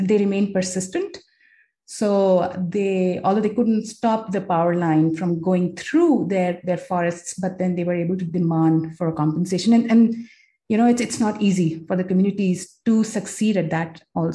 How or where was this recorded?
video call